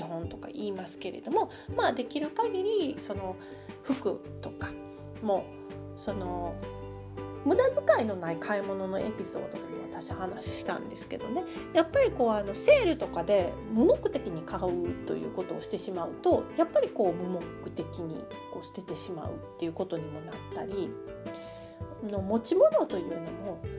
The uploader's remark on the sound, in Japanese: 少しノイズが入っており、気になる方がいるかもしれません、すみません。